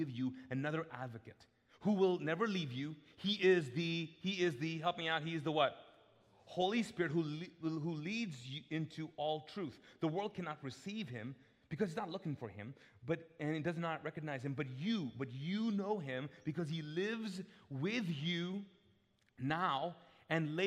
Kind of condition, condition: setting, large echoing room